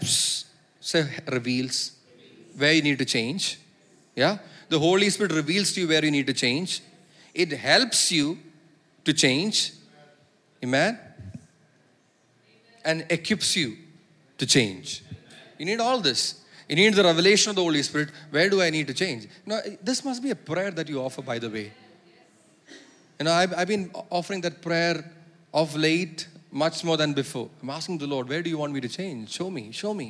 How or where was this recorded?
large echoing room